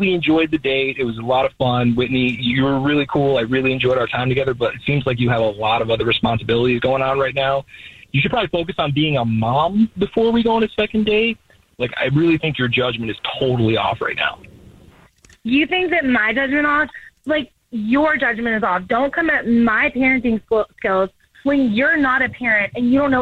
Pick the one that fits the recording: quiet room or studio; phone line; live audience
phone line